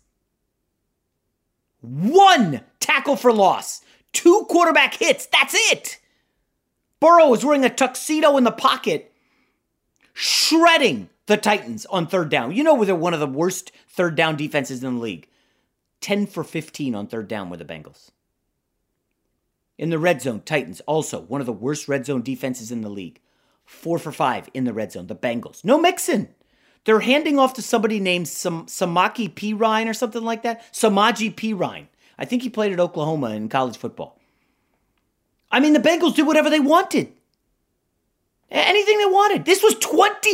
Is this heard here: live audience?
no